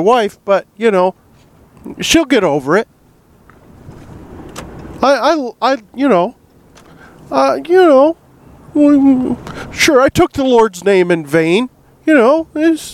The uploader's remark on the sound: In this episode I do a Faith Friday episode in the truck.